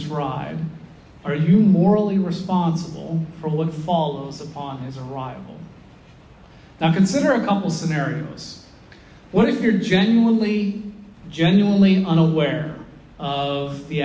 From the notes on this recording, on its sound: This lecture was given on June 16th, 2023, at the NYC Thomistic Institute at the Dominican House of Studies.